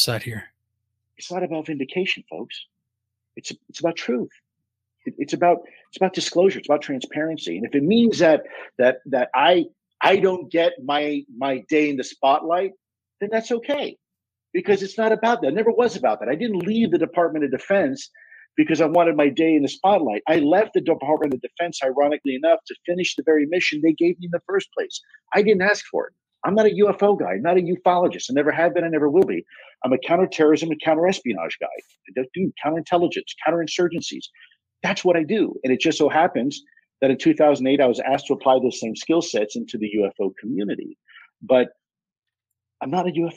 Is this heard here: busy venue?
no